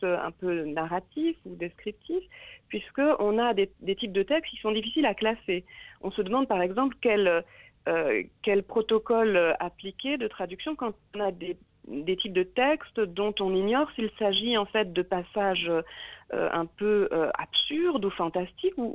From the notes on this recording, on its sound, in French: nous téléphonerons